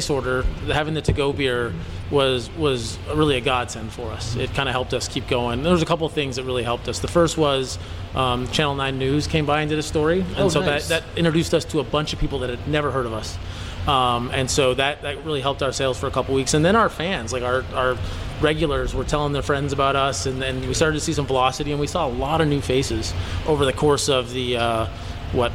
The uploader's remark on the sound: at Rally Cap Brewing in Baton Rouge